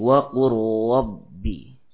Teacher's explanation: Ya, ro-nya tebalkan lagi.